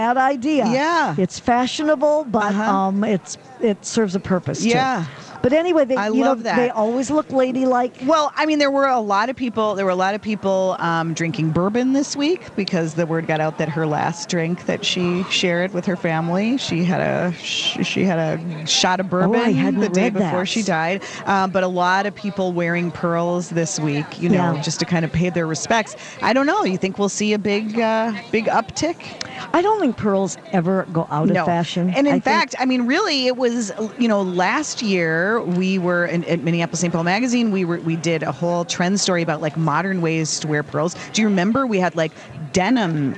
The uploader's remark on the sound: Live at the American Craft Council show